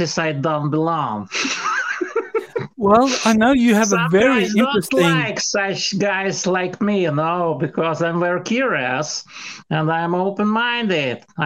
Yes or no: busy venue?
no